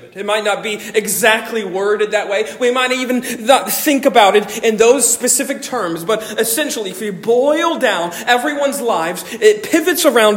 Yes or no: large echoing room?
yes